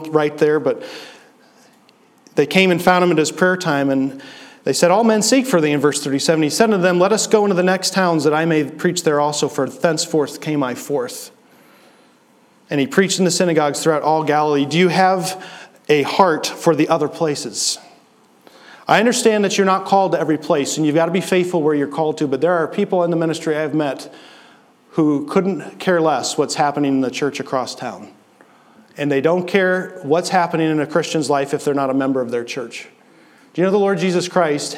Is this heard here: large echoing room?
yes